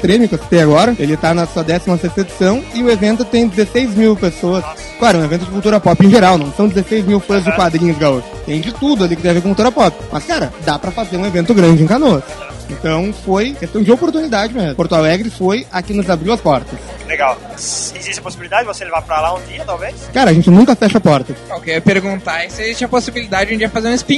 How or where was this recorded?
busy venue